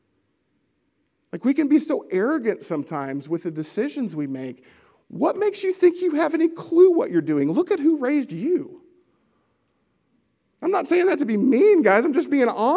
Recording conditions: large echoing room